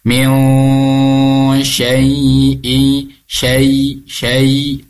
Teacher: Nah, apabila ada nun mati bertemu dengan huruf syin, ini disebutnya ikhfa ausat. Didengungkan tiga harokat. Ingat, kalau bunyi dengung itu beradanya di hidung.